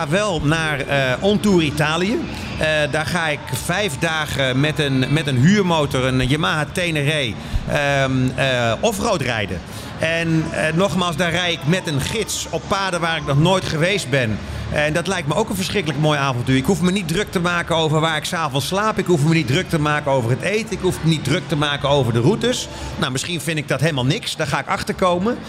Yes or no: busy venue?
yes